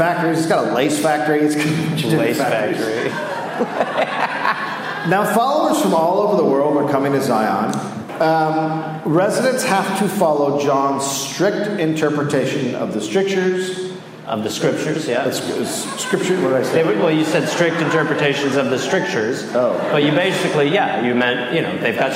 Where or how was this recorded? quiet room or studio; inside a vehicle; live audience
live audience